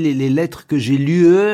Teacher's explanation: Régionalement, on peut avoir une voyelle longue au féminin.